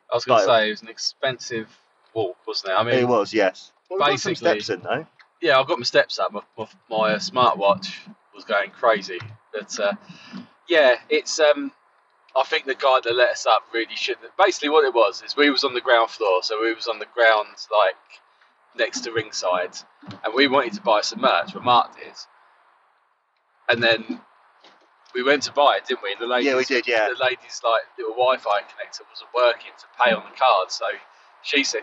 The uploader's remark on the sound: on our drive home as we review the show that we saw live